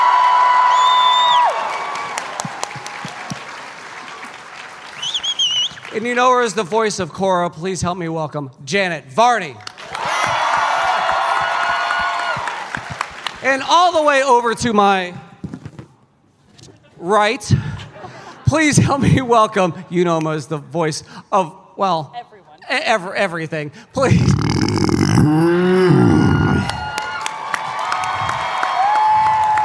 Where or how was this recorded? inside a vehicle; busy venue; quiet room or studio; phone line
busy venue